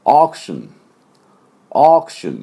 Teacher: 喉の奥で「おー」と、で口をねすぼめてはいけない「おう」って言っていけません。